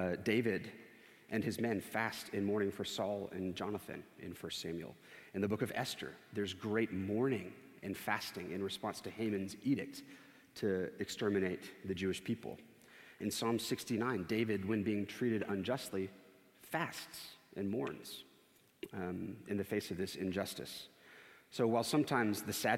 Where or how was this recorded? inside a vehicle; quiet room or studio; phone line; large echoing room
large echoing room